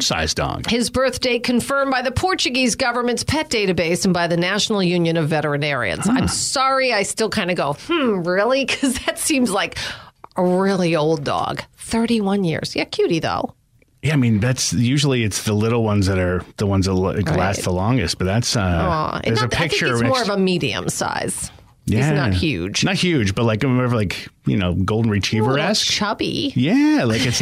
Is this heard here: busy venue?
no